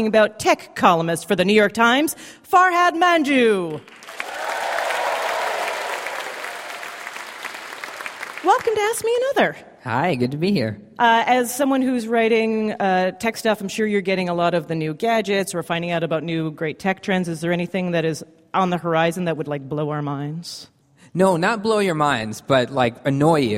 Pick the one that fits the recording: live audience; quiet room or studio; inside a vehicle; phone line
live audience